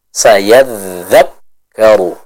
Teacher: Rohawah, artinya suaranya mengalir. Adapun untuk huruf kaf, dia sifatnya dengan sifat syiddah, suaranya tidak mengalir.